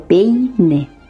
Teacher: Esas son vocales que no se separan, entonces forman diptongo.